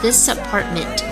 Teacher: This 和 apartment 是可以连读